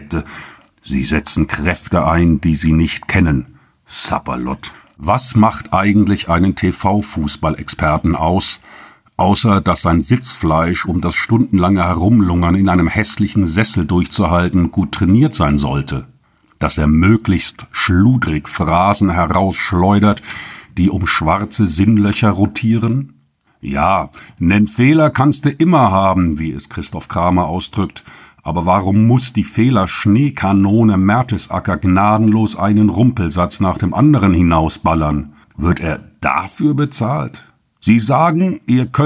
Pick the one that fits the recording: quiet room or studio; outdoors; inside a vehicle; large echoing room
quiet room or studio